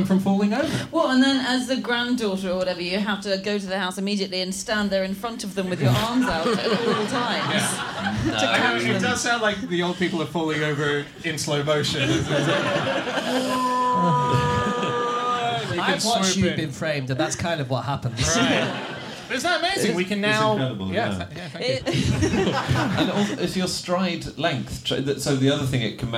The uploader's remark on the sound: Live from Up The Creek in Greenwich to celebrate the third birthday of the podcast